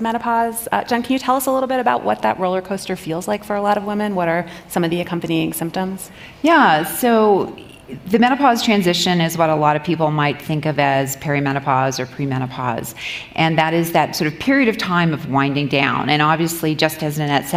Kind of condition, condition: setting, live audience